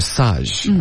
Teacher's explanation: My massage clients 要注意重音，应该是 sage